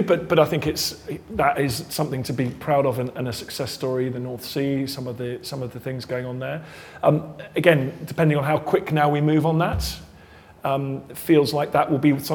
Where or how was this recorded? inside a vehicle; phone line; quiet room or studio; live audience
live audience